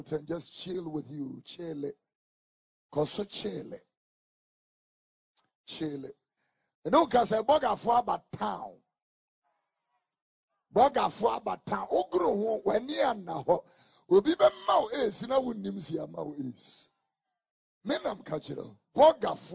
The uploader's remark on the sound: Alabaster International Ministry. During Prophetic Crossover Night Service.